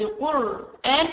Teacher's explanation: ماشي، القاعدة الثانية، لو الهمزة مسبوقة بساكن صحيح متصل بها في نفس الكلمة، زي كلمة القرآن، لو قلت قرآن الراء عليها سكون، بعد كده جاية الهمزة وبعدين المد البدل · Term: مد بدل